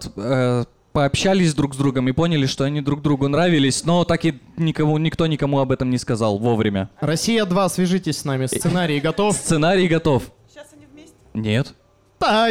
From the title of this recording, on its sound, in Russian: Лайв в баре